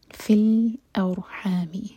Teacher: را ساکن ہیوی، ہا حلق سے